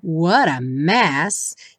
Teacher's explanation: Esse What wara soa wara, é a junção do what com o a.